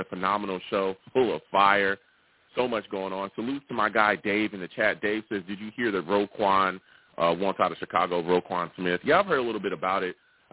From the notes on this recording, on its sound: I also take live callers!